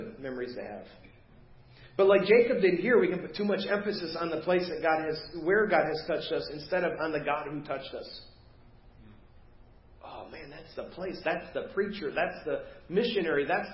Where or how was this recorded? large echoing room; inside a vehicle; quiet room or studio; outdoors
large echoing room